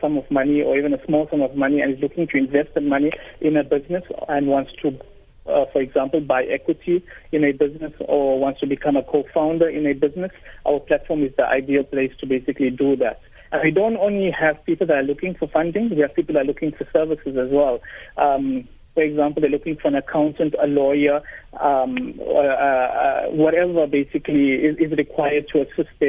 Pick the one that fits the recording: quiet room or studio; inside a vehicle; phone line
phone line